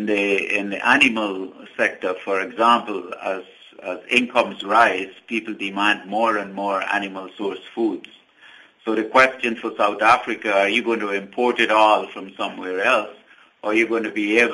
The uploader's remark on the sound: To help us unpack what really took place at the summit we are joined on the line.